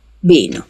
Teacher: Esa lengua solo tiene B. Así que es probable que un hablante de árabe estándar pronuncie igual pino y vino